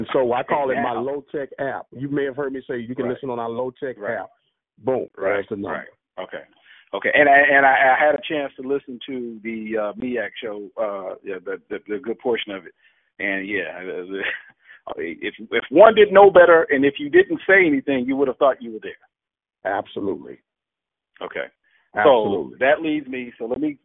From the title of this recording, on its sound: OBN-Radio's Conference Call